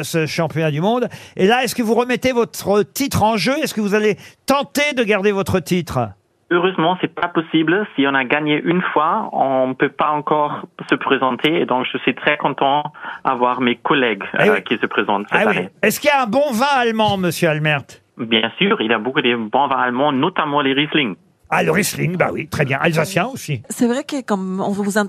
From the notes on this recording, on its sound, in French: les Grosses Têtes ont eu au téléphone